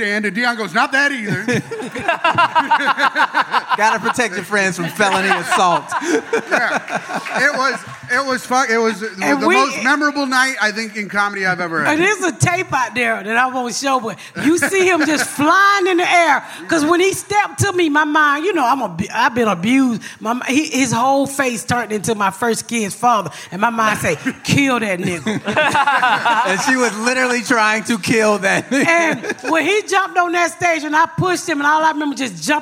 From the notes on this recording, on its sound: Live from Skankfest Southwest. We are live this week at Skanfest Southwest!